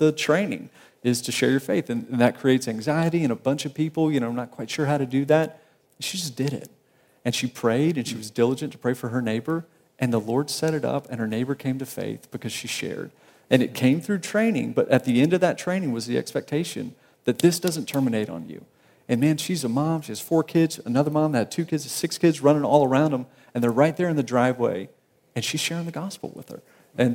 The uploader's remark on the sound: At the Southern Baptist Convention Pre-Conference in Dallas, Texas.